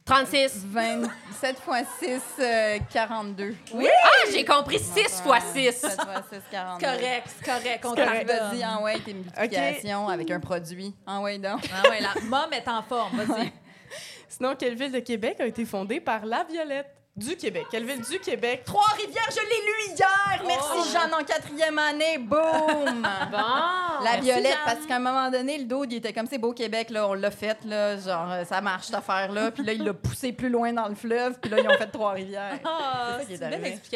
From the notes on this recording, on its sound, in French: enregistré à l'Idéal mercredi le 4 octobre 2023